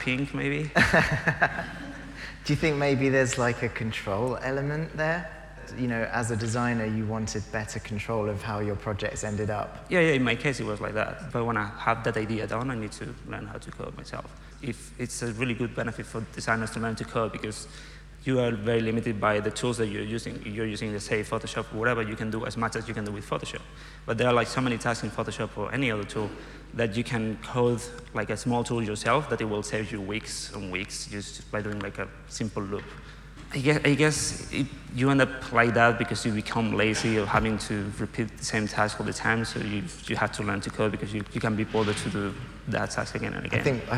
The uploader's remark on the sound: Live from FITC Amsterdam. Live on stage at FITC Amsterdam.